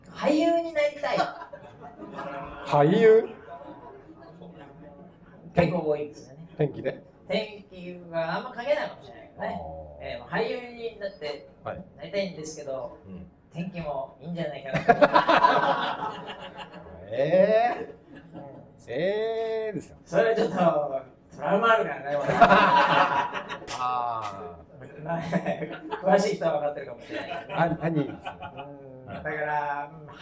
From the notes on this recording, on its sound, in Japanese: 公開収録SP。東京・新宿で開催された公開収録の様子をお届けします。2人くらいしか来ないだろうと思っていた会場ですが、お陰様で大賑わいでございました。